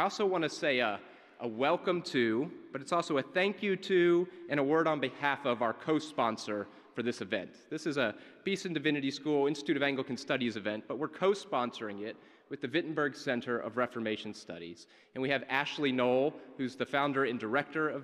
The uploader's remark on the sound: Given at Beeson Divinity School in Birmingham, AL. First annual lecture in Reformation Anglicanism.